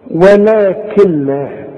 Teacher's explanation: النون الساكنة اللي تيجي بعدها لام العلماء بيسموها ادغام كامل بدون غنة، برضو هنشرحه فيما بعد، لكن مؤقتا عايز اقول لك علشان تعرف تقولها، كل نون بعدها لام ما تنطقهاش عند الوصل، اشبك الكاف مع اللام